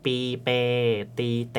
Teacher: สระหน้าเนี่ยคือสระที่เวลาที่เราออกเสียงเนี่ยลิ้นจะตำแหน่งไปด้านหน้าของช่องปาก